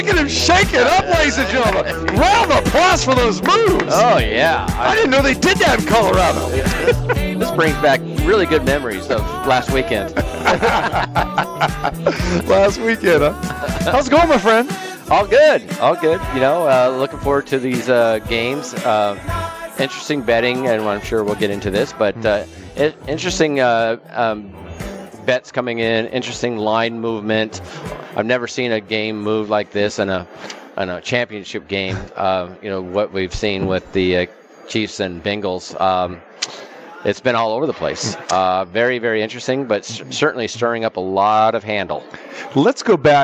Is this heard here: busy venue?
yes